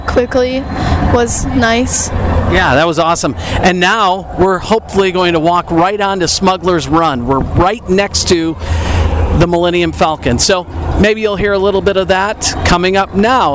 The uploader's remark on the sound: We're "live" from the parks. Live From Walt Disney World 2022. We're checking in from Moonlight Magic in Disney's Hollywood Studios, Adventureland in The Magic Kingdom and Guardians of the Galaxy from EPCOT.